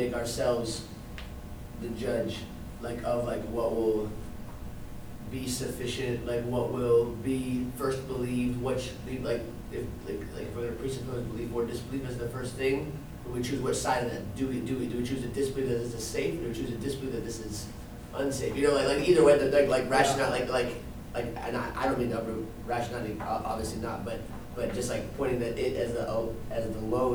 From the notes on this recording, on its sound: This is a recording of an in-class session, so it's a bit longer than the other episodes, and you can hear some good student questions and interactions as well.